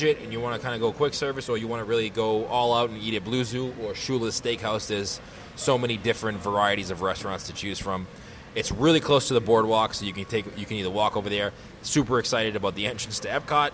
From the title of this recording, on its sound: Live From The Swan and Dolphin Resort